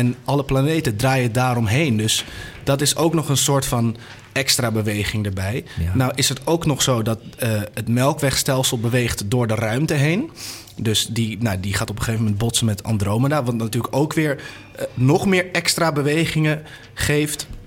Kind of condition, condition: setting, busy venue